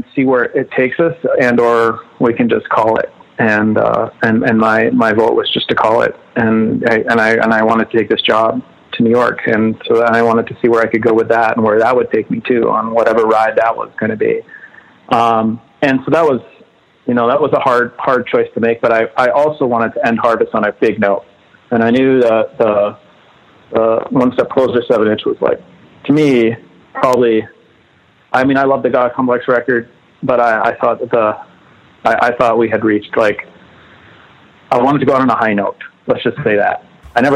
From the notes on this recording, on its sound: We hang out one afternoon on the phone